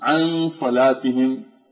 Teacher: اللسان لا ينطبق على موضع حرف النون الذي درسناه في النون المتحركة · Term: النون الخفية